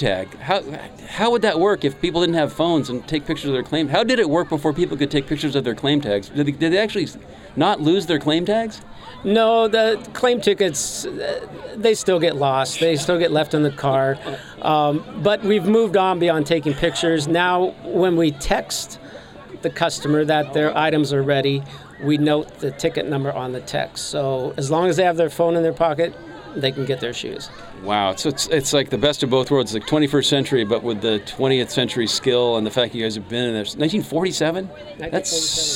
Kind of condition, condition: setting, busy venue